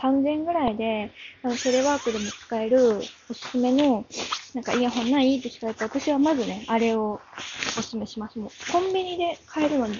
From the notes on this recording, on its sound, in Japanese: Jabra elite 75tを買ったぞ！！※本機で録音。歩きながら＆掃除しながらで雑音こんな感じです。